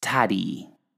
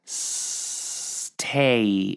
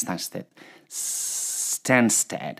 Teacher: Imaginar que la S del principio de la palabra dura mucho más que una simple S. O lo que es lo mismo, imaginar que en vez de una S hay cinco S.